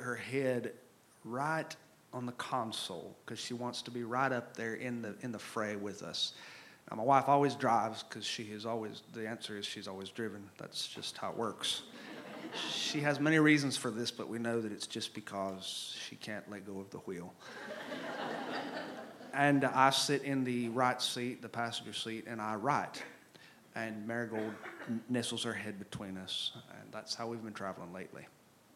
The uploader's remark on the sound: This episode was recorded live at The Franklin Theatre (Franklin, TN) on Oct.